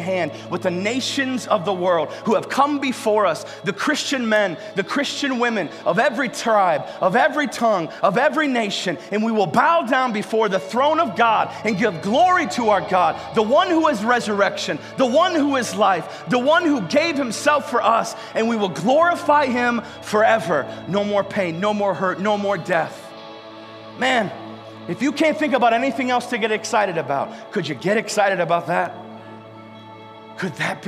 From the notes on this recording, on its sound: live from Covenant Church!